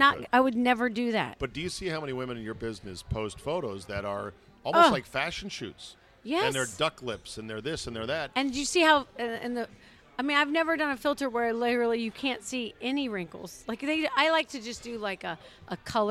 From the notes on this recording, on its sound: Recorded at DC Prime Steakhouse in Ashburn, VA.